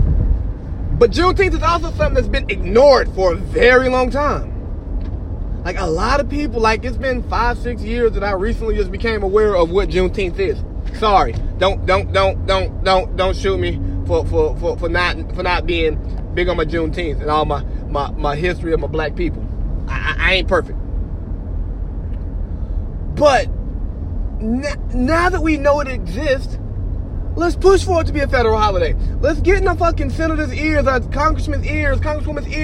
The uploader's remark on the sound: I record this episode from my truck on my way SoCal to support Spark the Pop Up!